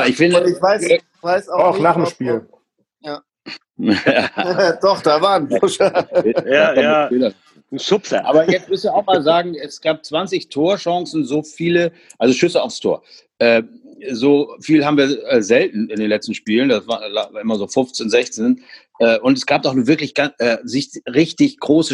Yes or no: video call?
yes